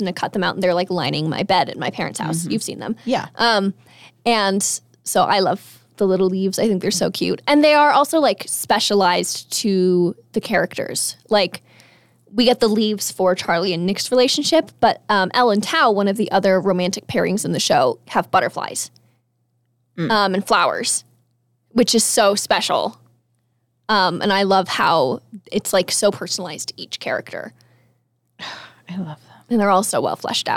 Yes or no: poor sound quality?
no